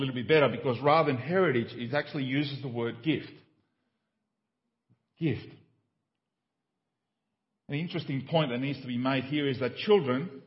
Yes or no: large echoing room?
yes